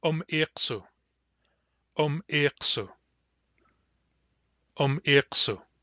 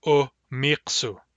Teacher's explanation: A frequent pronunciation and spelling problem with this word is that people do not learn or forget that this word has two glottal stops in it · Shown in: first take · A lot of people want to say it as o-miqsu, but it is in fact om-iqsu.